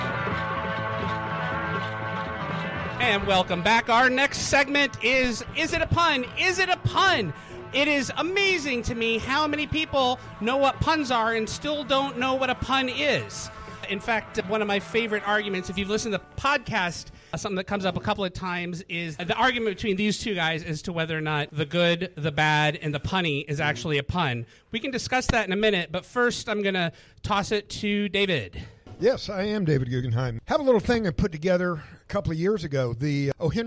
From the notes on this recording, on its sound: Our first ever live audience recording! The original recording was over two hours, so we cobbled together the first 30 or so minutes of usable recording and here it is!